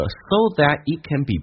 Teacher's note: so that it can be 不被强调，都是用降调来发。像这个 so 不做形容词，双元近似于发单元变成 so。That 没发音 a 近似于发 a。That 跟 it 还有一个连叫 that。Can 没发音 a 可以发成 a。长元 b 近似于